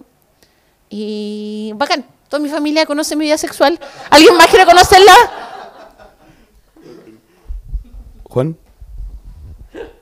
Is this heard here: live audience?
yes